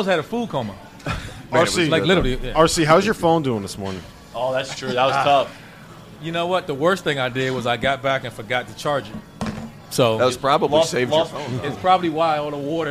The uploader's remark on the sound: AFTER DARK live from New Orleans!